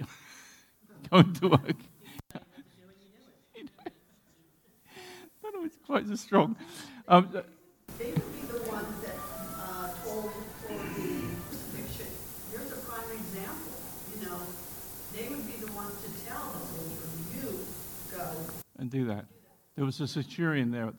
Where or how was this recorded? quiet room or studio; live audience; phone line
live audience